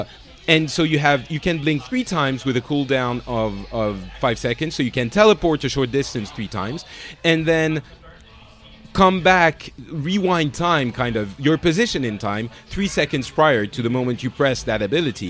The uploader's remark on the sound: This time we do a quick and dirty live report from BlizzCon 2014.